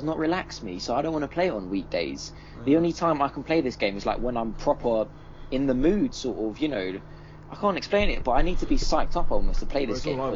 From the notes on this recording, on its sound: Apologies for the slight background hiss throughout